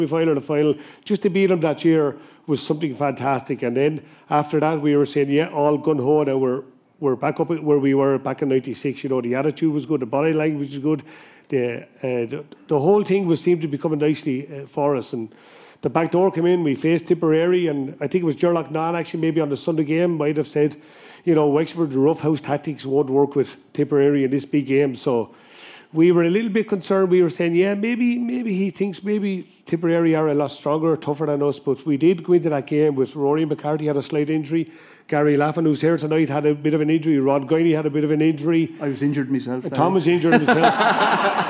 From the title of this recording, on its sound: The GAA Hour live from Wexford